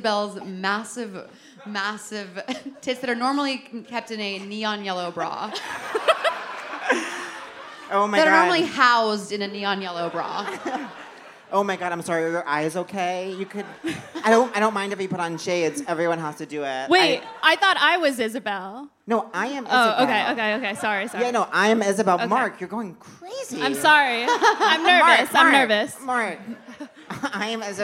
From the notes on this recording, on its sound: Live at the Netflix Is A Joke Fest. Seek Treatment Live. Live at the Netflix Is A Joke Fest.